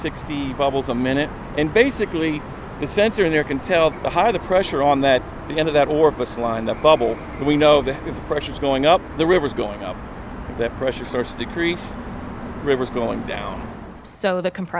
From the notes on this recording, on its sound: as we walk along the riverfront trails